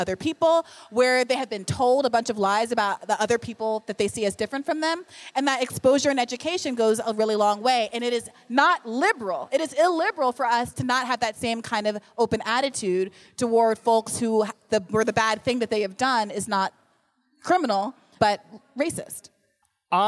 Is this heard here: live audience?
yes